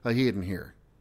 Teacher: as people get sloppier with it, the S becomes a D